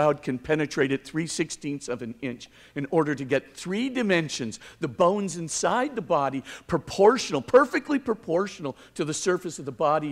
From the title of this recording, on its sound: 2019 Commencement Address